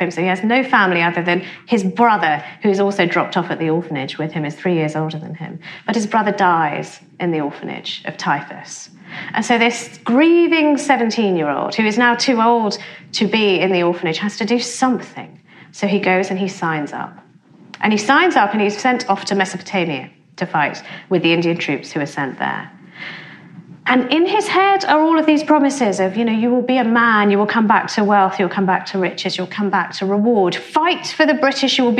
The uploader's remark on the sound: a talk she delivered at our 2019 BBC History Magazine History Weekend in Winchester